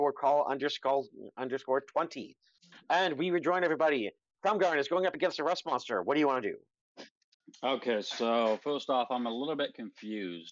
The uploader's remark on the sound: We lost the first half of our recording with a technical error